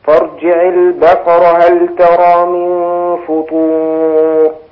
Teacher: خلي بالك ان الفاء هنا مضمومة وبعدها حرف الطاء مستعلي، فالضم مظنة التفخيم والطاء أيضا ستساعد على التفخيم، فلابد أن أخلص الفاء بترقيقها من الطاء